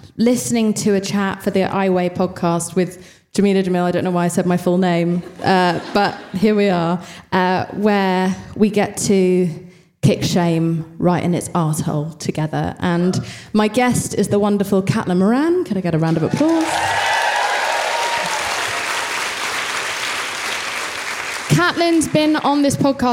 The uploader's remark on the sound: live episode - recorded from Kings Place for the 2023 London Podcast Festival